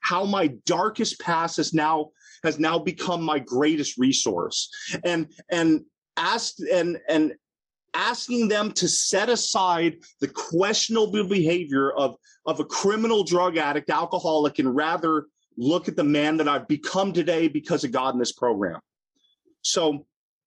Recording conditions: video call